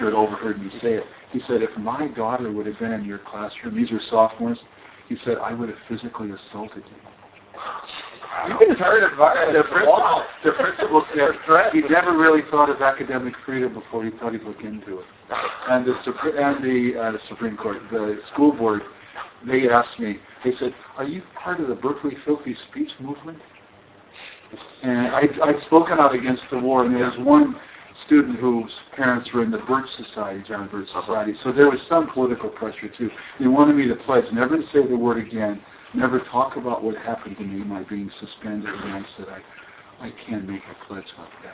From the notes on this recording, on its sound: Extremely bad audio quality.